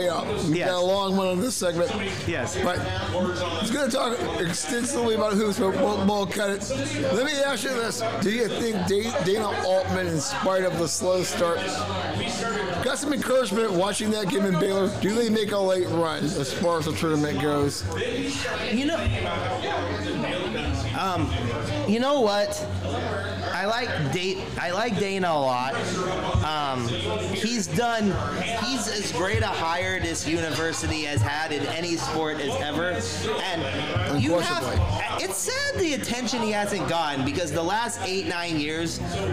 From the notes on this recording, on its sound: recorded at the legendary Max's Tavern